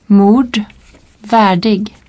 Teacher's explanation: Dans le centre et le nord de la Suède, le D est assimilé au R dans le groupe RD et devient rétroflexe.